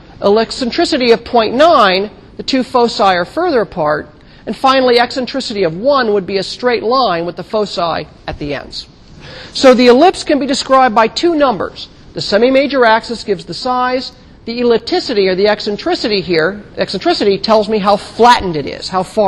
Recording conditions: large echoing room